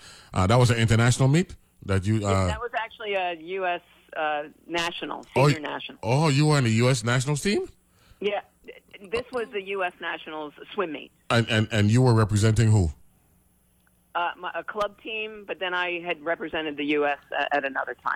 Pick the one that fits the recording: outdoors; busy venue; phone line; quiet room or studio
phone line